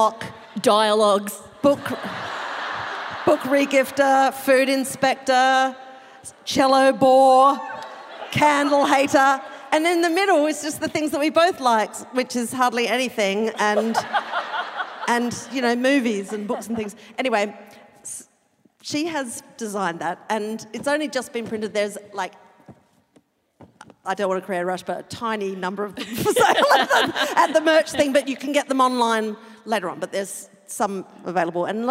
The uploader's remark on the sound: Live from QPAC Concert Hall, Brisbane. Live show.